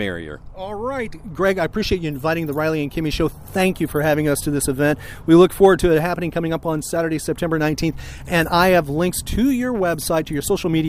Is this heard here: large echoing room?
no